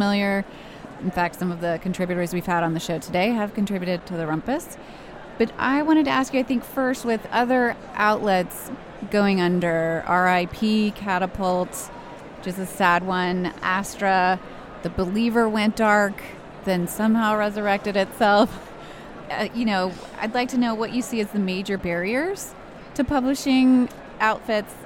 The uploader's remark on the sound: from the floor of AWP (Association of Writing and Writing Program)’s Conference and Bookfair